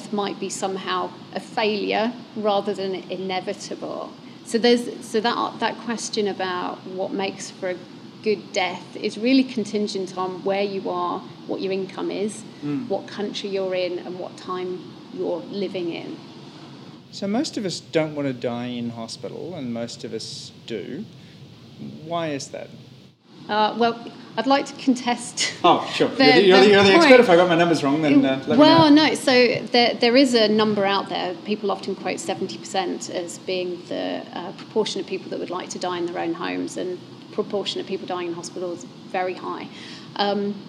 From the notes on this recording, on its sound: recorded live as a part of Festival Muse